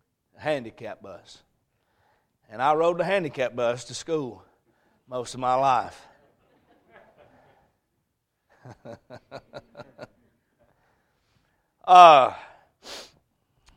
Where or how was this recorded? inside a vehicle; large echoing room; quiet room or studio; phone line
large echoing room